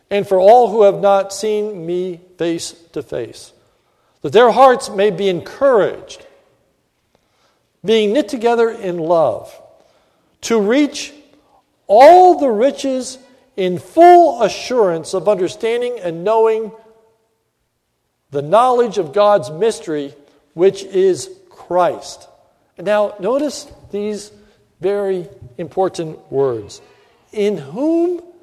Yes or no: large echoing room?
yes